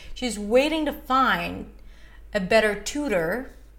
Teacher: Find is a secondary stress, so you mildly stress it. You go a little higher in pitch. It is a little longer. The two is definitely reduced.